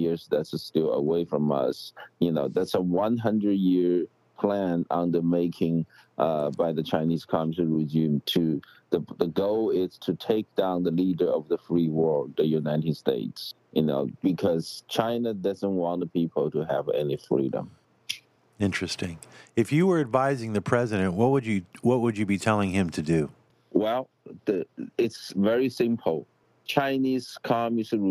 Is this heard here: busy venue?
no